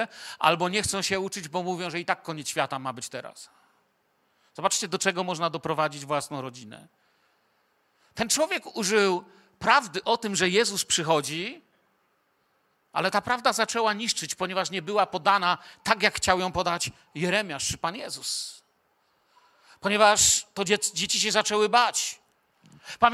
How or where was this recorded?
large echoing room